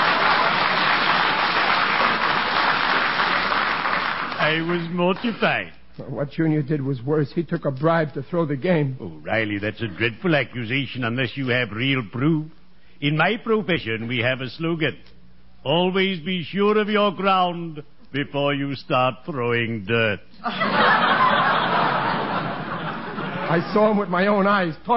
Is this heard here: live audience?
yes